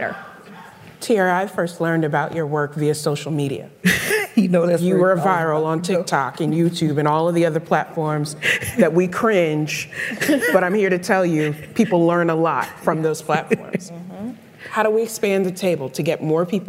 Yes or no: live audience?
yes